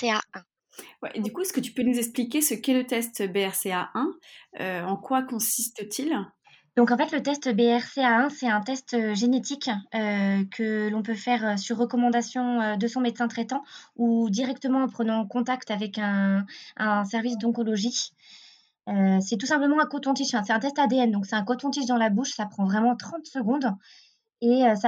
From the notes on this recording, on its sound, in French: Nous avons l’immense plaisir de vous retrouver pour un nouvel épisode enregistré à distance. On s’excuse par avance du son qui n’est pas optimal, enregistrement à distance oblige.